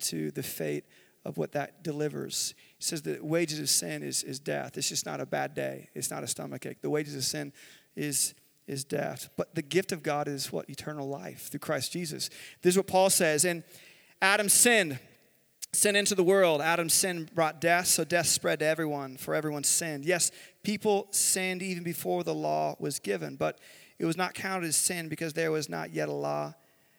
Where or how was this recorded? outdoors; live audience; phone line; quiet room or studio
live audience